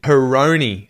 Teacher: So good to do that schwa at the start